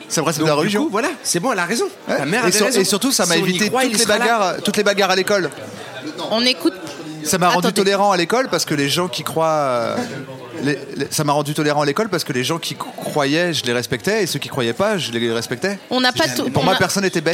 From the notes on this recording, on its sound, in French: Enregistré le 05 décembre 2018 au Pavillon des Canaux (39 Quai de la Loire, Paris 19e).